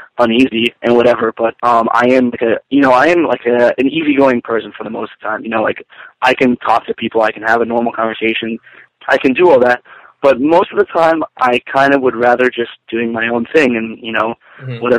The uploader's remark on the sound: We hopped on the phone one morning